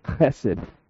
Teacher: It's kind of like you're clearing your throat whenever you begin to say the word. · Term: guttural